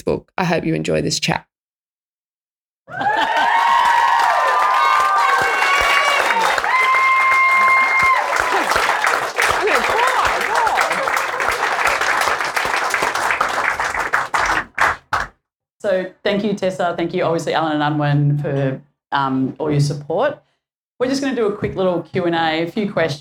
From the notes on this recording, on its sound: at the recent book launch event for GIRLS DON’T PLAY SPORT